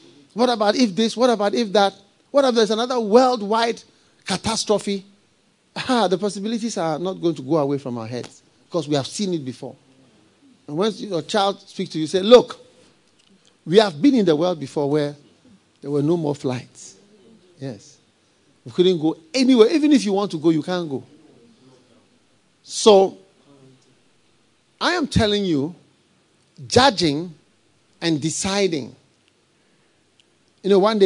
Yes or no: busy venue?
no